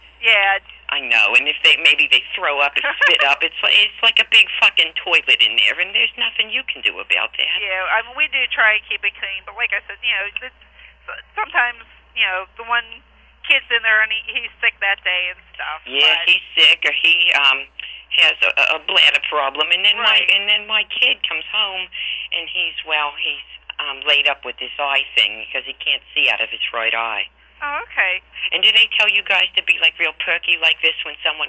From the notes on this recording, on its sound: Prank Phone Calls